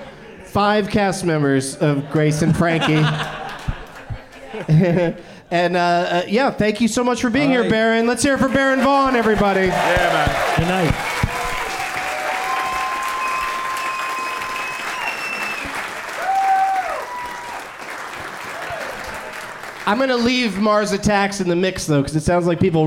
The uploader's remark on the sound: Live from the Hell Yes Fest in New Orleans